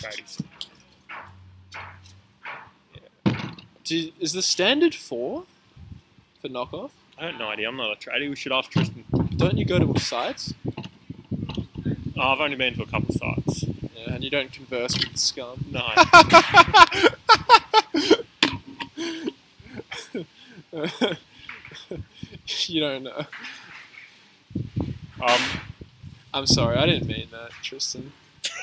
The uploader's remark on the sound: A Backyard Podcast. Today we learned recording audio outdoors is not great.